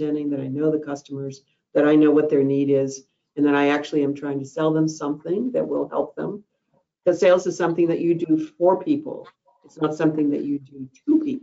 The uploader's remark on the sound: Listen to the recording of the online event.